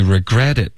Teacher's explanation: 注意 regretit，重音是 gret。不是 re